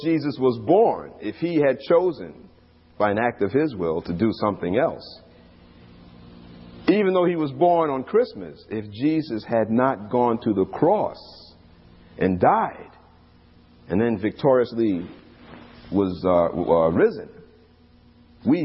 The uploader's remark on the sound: These radio broadcasts were recorded from our live church services in New York